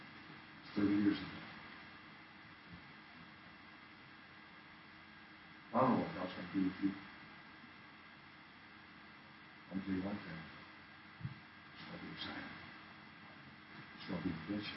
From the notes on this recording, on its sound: Men's Weekend 2013 Saturday Night - Audio. Poor Sound Quality.